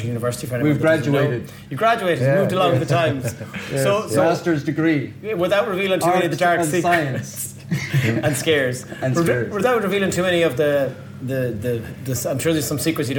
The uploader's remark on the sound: This episode was recorded in Lillies Cocktail Bar, Sligo.